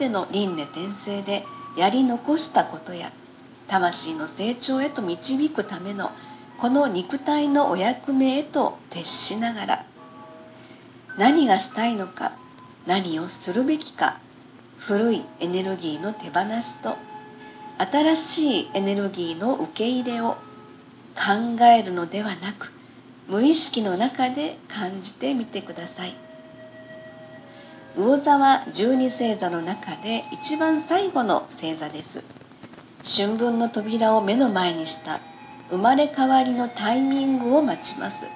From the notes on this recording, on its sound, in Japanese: パソコン事情により、音声収録の方法がいつもと違い雑な感じですみません。エレクトーンの調律を工夫し創作、演奏。